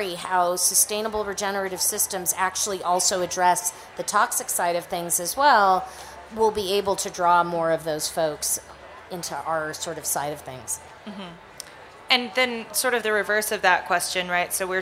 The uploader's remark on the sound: Recorded live at Slow Food Nations 2019 in Denver! For a special on-the-road episode of HRN Happy Hour.